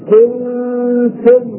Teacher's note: النون مع التاء قريبه من الادغام